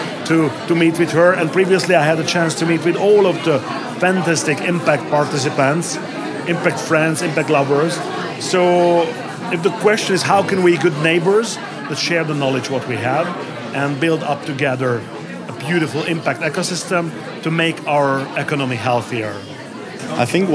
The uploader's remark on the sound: live at the Impact in the Neighbourhood conference in Tbilisi, Georgia